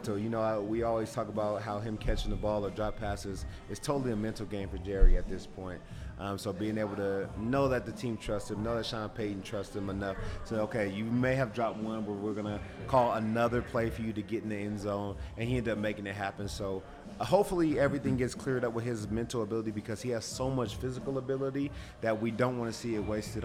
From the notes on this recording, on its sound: coming to you LIVE from the DNVR Bar